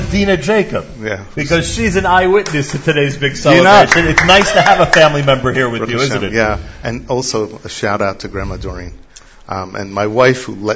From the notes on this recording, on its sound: Live at the Hachnassat Sefer Torah Celebration in the City of Sderot.